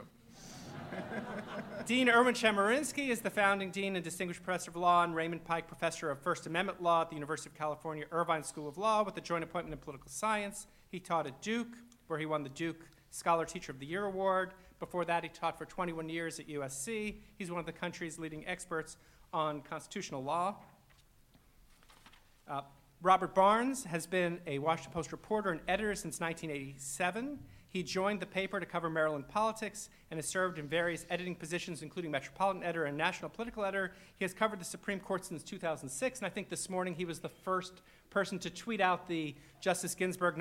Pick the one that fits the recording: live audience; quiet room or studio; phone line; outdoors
live audience